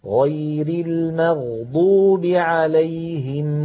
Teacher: الغين من كلمة المغضوب أيضا من حروف الرخوة